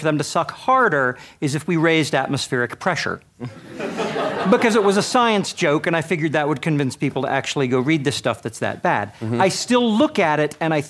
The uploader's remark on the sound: Recorded live at LTUE. This episode was recorded live.